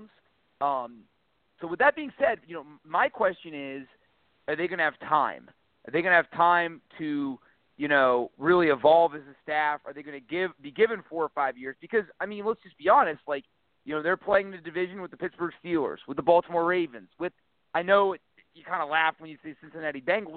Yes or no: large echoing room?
no